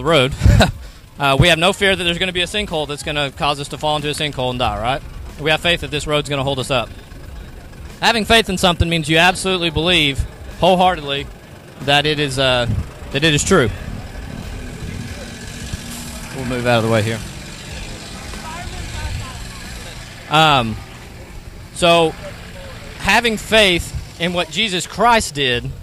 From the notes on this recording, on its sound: share the gospel at the local Autumn Festival, in Paintsville Kentucky